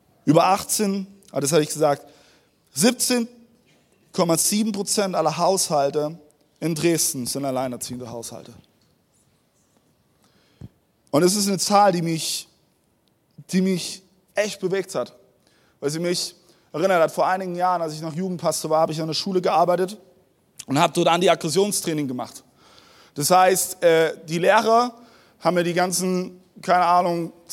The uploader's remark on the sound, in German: Audiomitschnitt der Predigt vom 12.